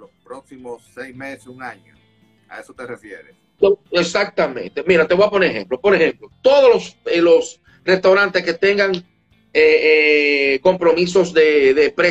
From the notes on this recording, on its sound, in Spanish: En abril 30 del 2020 hice un Instagram Live